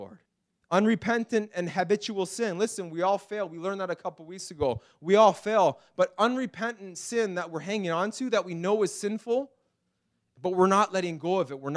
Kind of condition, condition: setting, large echoing room